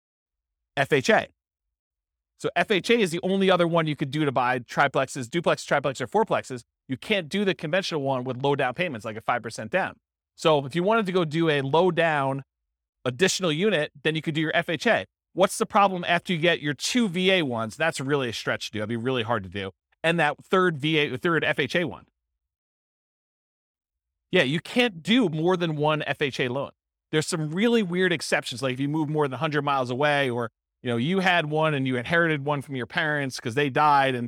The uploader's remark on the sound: This was a live class recorded